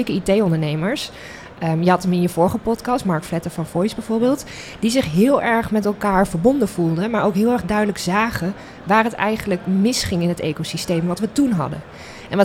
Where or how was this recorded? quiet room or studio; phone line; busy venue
busy venue